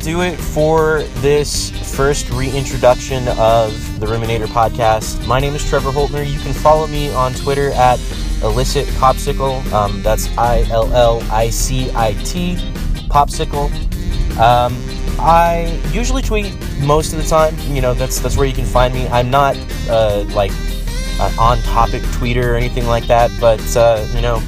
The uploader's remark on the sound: Here's a quick recording from my drive home from the grocery store.